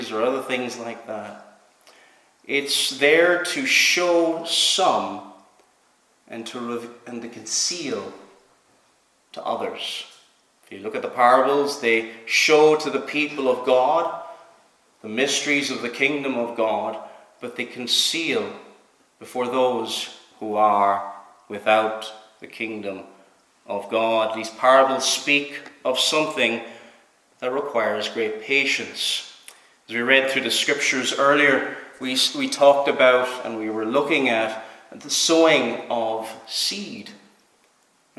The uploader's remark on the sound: Preached at Knock - Point Free Church